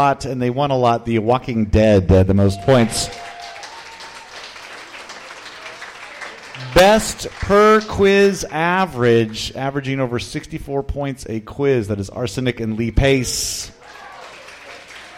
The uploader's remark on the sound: Live at the Local 907 in Renton! 13 of the best and brightest trivia teams around compete in our first-ever tournament finals!